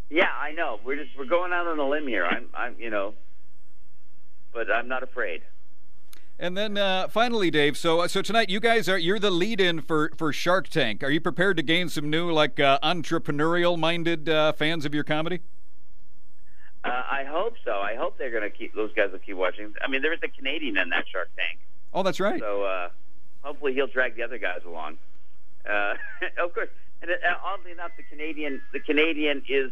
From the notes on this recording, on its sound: called